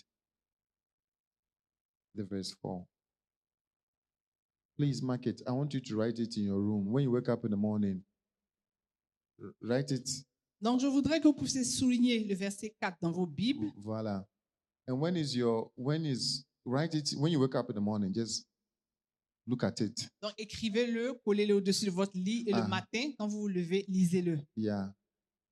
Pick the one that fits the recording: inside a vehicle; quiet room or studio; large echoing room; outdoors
large echoing room